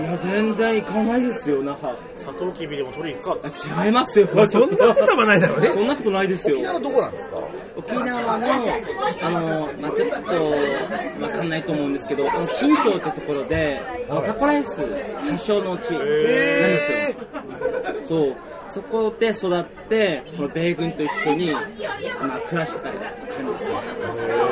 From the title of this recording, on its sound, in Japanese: 忘年(え?!)居酒屋トーク!!